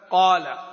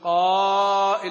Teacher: والمد والقصر، واقول مثلا قال، اقول قائل، يعني نفس الالف بدل ما كانت قال يعني مد مقدار ألف واحدة صار مقدار ألفين